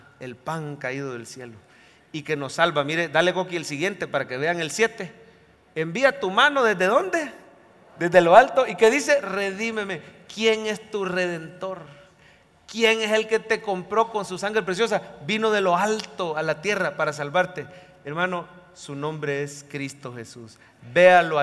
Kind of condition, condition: setting, live audience